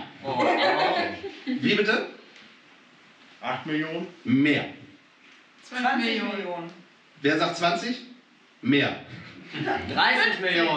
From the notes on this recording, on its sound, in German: Beim Cross Media Festival des Jugendrotkreuzes Niedersachsen zu Gast sind! Im Haus des Jugendrotkreuzes in Einbeck. In der stimmungsvollen Blockhütte einen Live Podcast vor tollen JugendrotkreuzlerInnen aufnehmen. Wir bitten die Tonaufnahme zu entschuldigen.